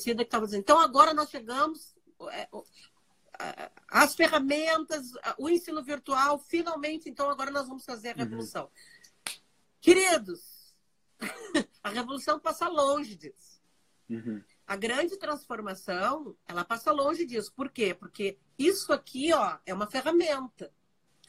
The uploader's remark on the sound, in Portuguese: em uma live no instagram